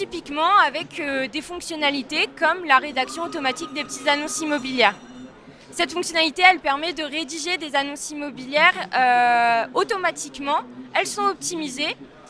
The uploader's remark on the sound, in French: Cet épisode a été enregistré en live du RENT.